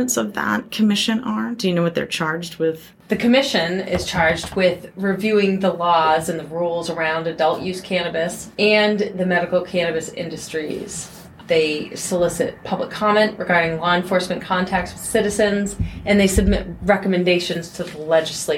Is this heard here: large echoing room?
no